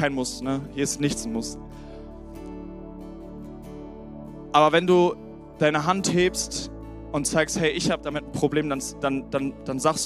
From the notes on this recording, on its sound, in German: Sonntagspredigt aus dem Standort Bochum.